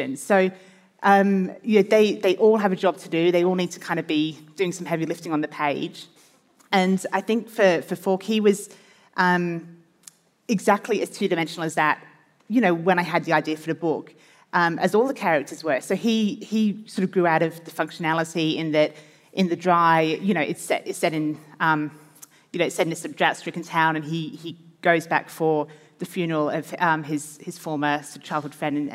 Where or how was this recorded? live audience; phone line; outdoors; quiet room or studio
live audience